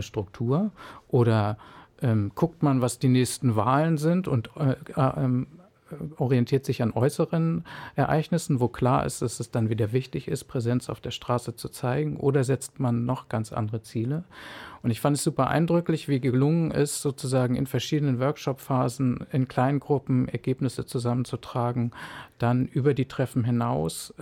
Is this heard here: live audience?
no